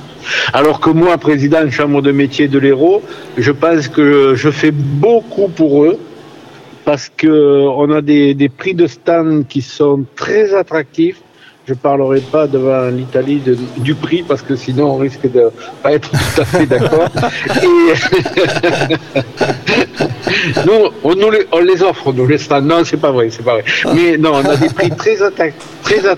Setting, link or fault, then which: setting, busy venue